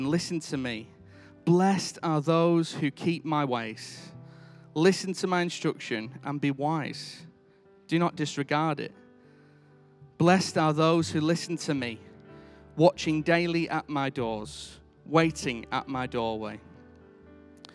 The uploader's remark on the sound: Recorded live at Life Church Lancashire